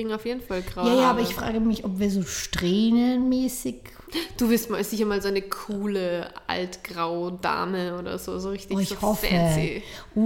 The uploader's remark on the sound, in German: Der Sound ist dank Umzug etwas hallig aber daran wird gearbeitet!